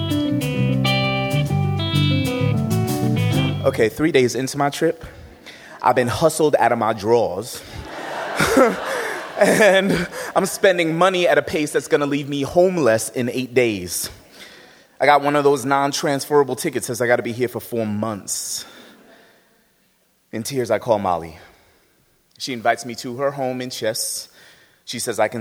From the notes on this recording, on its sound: rocks a live Snap Judgment audience